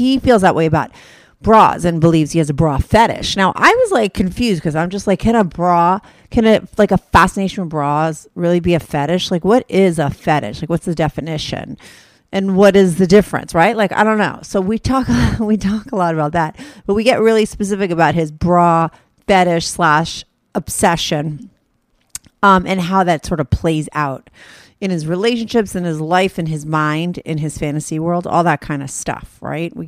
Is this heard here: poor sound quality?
no